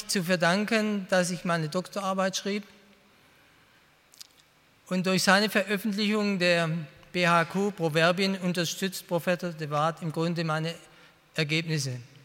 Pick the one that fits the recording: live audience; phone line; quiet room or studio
live audience